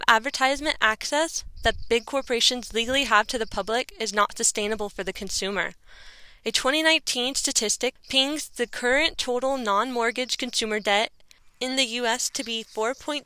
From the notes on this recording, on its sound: in the Olympic National Forest in Washington State to record this podcast